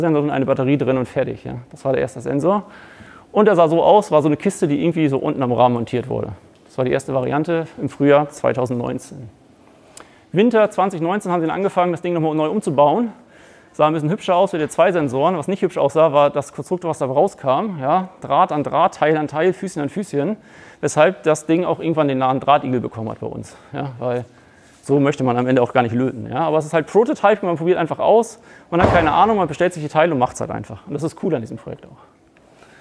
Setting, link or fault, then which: setting, live audience